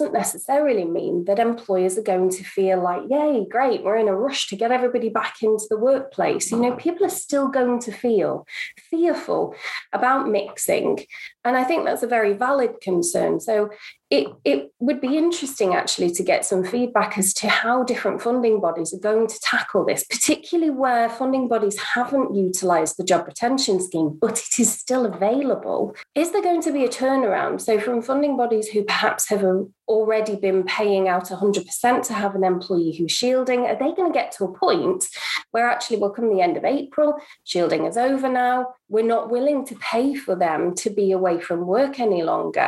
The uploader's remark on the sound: We join a live webinar